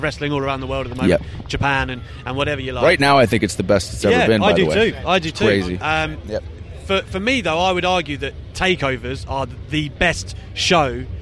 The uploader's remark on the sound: joins the show from Download Festival